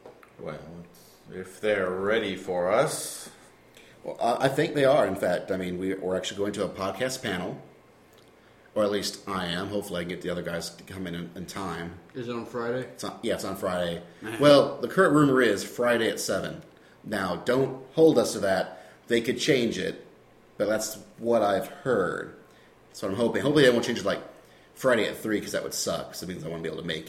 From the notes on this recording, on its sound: Deep within the underground (and also echo-y) OSMbunker